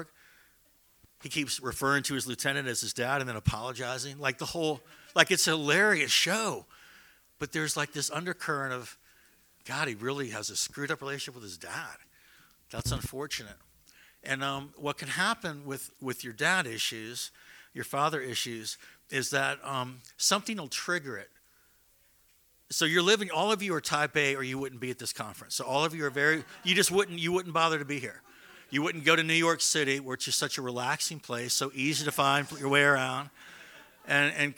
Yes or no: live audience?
yes